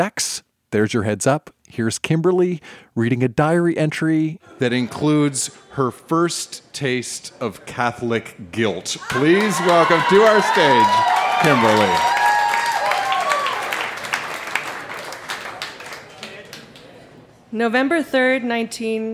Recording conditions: busy venue